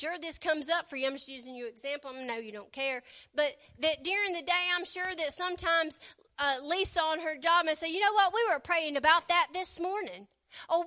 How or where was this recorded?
large echoing room